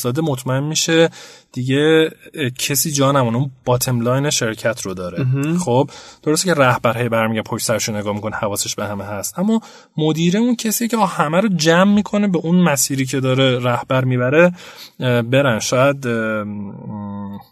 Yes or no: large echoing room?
no